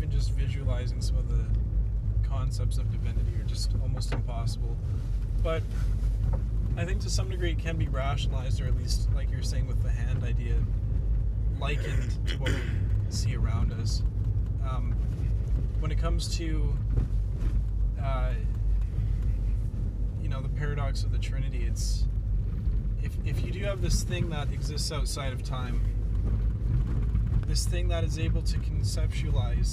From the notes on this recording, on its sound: we apologize for any lack of recording quality - we did this episode in the car!